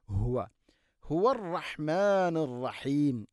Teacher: തൊണ്ടയുടെ താഴെ ഭാഗമാണ് ഹ ഇൻ്റെ മഖ്റജ്.